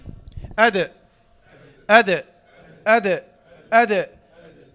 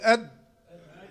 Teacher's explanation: أد طرف اللسان فوق وحبس الهواء صح. أد أدأ أد أدأ، ده كده قلقلة.